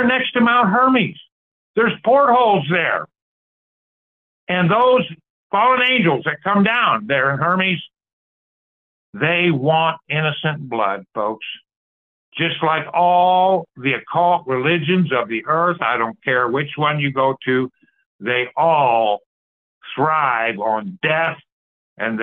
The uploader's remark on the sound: Call In Bible Study